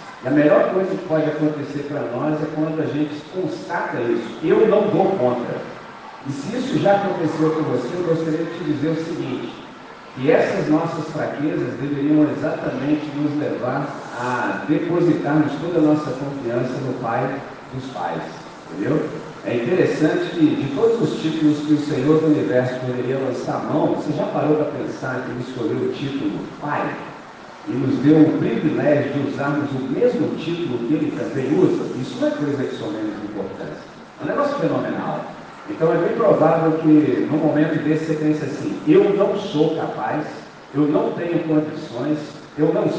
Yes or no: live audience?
yes